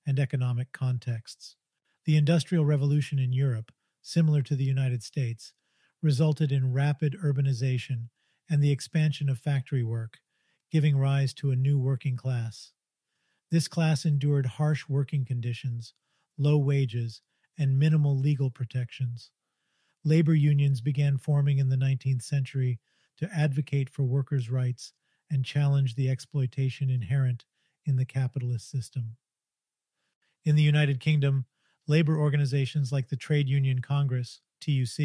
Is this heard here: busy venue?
no